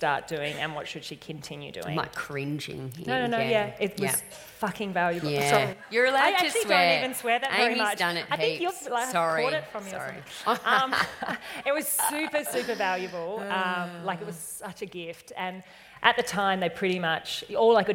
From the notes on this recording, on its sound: This weeks episode is a little different, it's a Live Recording! At The Huddle event in Orange in Feb 2020.